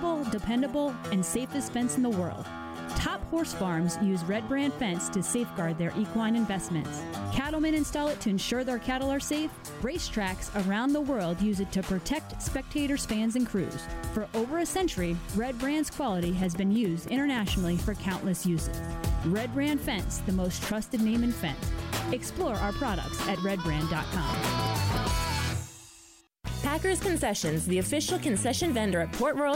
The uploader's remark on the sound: LIVE, at Port Royal Speedway for the Weikert’s Livestock Winged Nation, presented by Folkens Bros Trucking & Red Brand Fence!